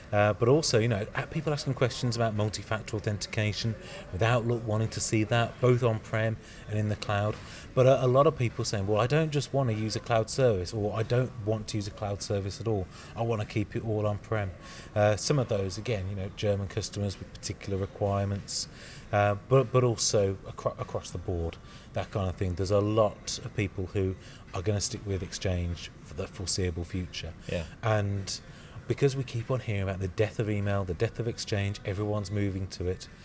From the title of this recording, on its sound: Live from TechEd Europe